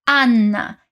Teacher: Já em italiano, o A é bem aberto e temos uma dupla consoante no N. Anna. Repete comigo.